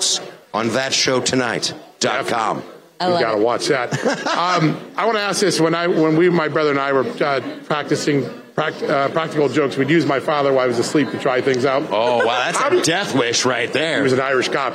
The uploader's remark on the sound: live from CPAC!